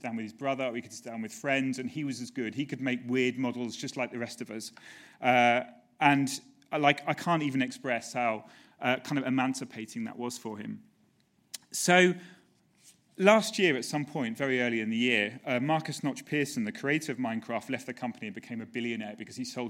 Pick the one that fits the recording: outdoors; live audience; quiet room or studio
live audience